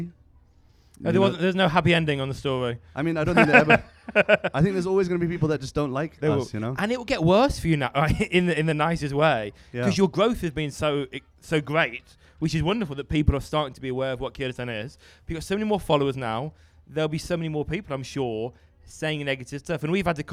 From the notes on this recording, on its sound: Episode recorded live at Soul Circus.